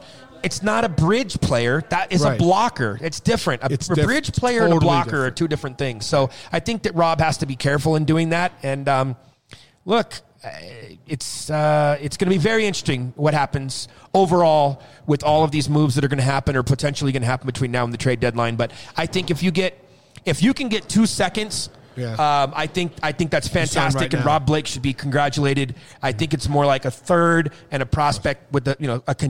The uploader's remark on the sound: Kings Of The Podcast LIVE from Colorado Springs